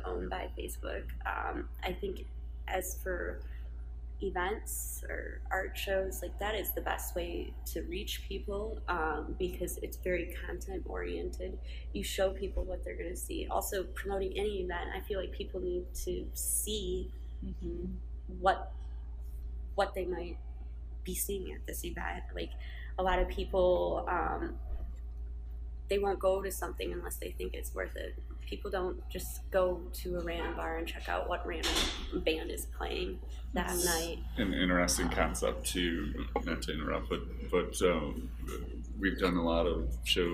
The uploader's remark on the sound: Tangent Gallery, Detroit. For this conversation we recorded at Tangent Gallery on October 19, 2018.